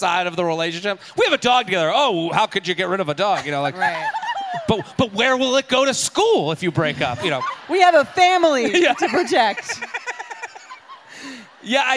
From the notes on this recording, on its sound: Head to Boston for a very special episode recorded live at The Wilbur Theater.